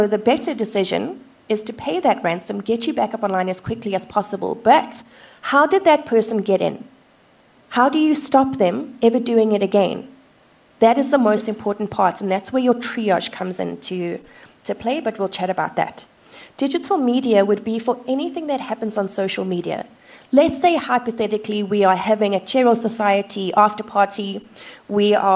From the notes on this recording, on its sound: Held at Auditorium, 1 Mutual Place, Sandton on 9 October 2019 from 16:30 - 17:30